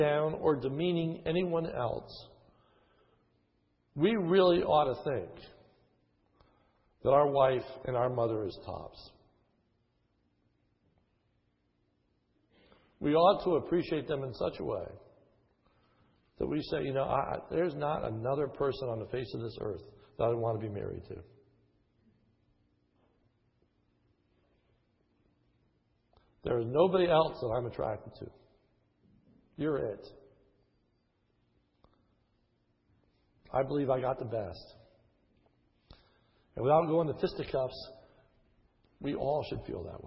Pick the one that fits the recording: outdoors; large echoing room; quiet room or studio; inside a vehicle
large echoing room